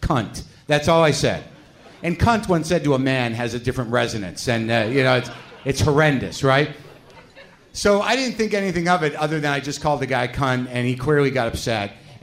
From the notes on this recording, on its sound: Live From SF Sketchfest. It's a live WTF from Sketchfest in San Francisco!